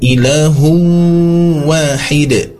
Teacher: Idgom bighunnah, tanwin bertemu dengan waw bertasydid.